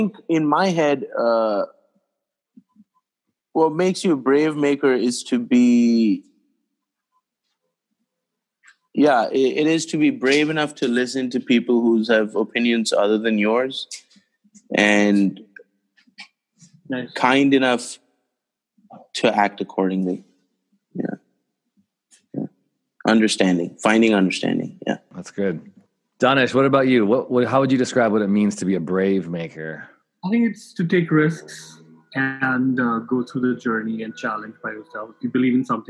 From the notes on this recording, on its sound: Recorded on ZOOM via NYC + LA.